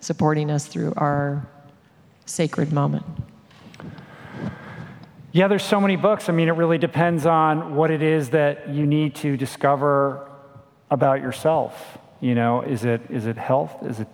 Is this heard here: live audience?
yes